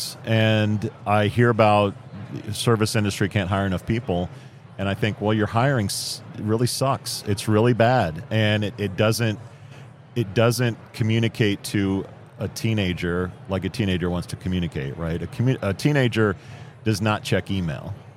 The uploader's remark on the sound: Live at the HR tech 2022 conference